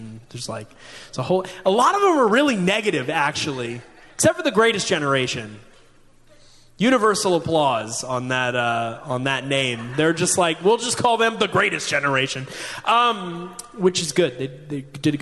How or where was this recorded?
large echoing room